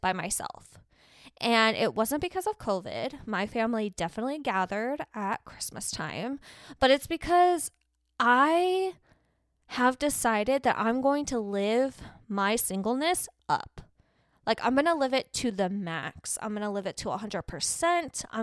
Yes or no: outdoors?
no